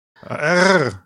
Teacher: im Fränkischen, da rollt man's R immer so ein bisschen